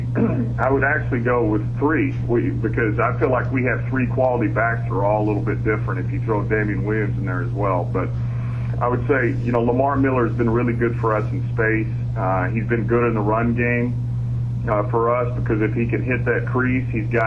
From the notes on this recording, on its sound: Opponent Conference Call. Miami Dolphins Interim Head Coach Speaks with the New York Media.